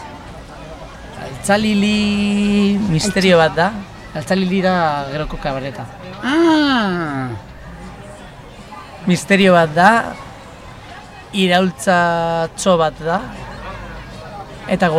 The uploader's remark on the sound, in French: Défilé de questions-réponses suspendus dans la caravane de La Grande Illusion sur le parvis de la Borderline Fabrika lors du festival 5e Pierre.